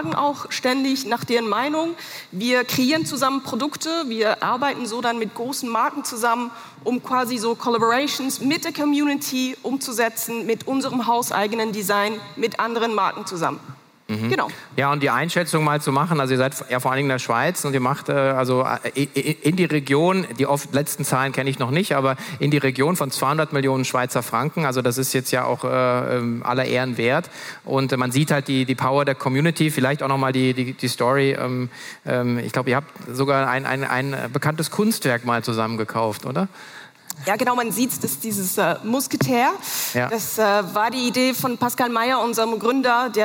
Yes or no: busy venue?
yes